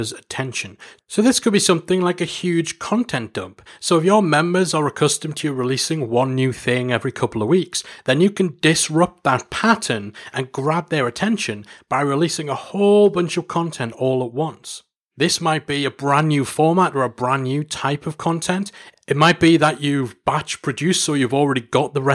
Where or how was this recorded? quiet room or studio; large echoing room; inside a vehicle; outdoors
quiet room or studio